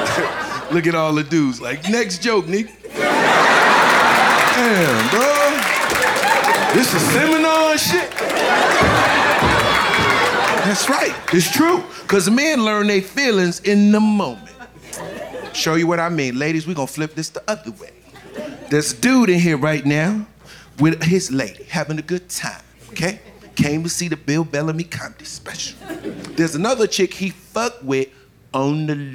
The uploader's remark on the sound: Live from Tribeca